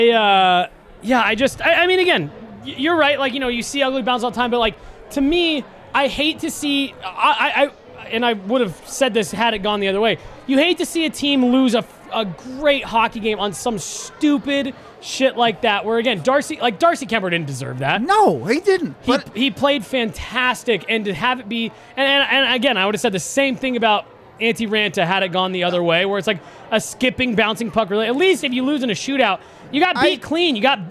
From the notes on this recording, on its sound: LIVE from the DNVR Bar.